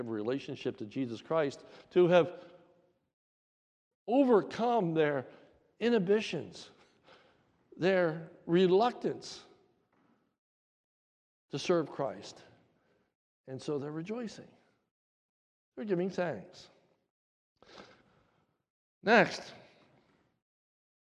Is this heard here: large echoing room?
yes